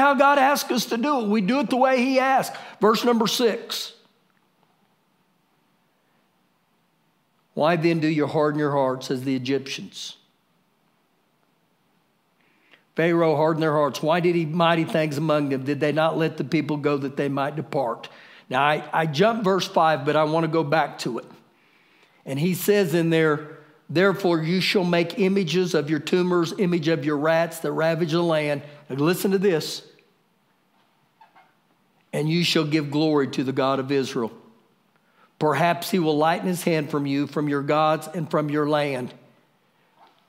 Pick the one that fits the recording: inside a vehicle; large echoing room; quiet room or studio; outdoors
large echoing room